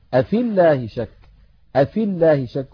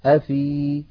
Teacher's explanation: أفي الله شك، أفي الله شك، التقى ساكنان، الأول ياء ساكنة في آخر الكلمة الأولى وأول الكلمة الثانية ساكن وهو اللام الأولى من اللام المشددة من لفظ الجلالة، فنسقط الياء من كلمة أفي من اللفظ، فنقول أفي الله شك، أفي الله شك بإسقاط الياء لفظا، هذا في حالة الوصل · Shown in: first take · أما لو وقفنا فلم يلتقي ساكنا فيعود المحذوف، فنقول أفي بإثبات الياء، هذا إن كان الساكن الأول حرف مد.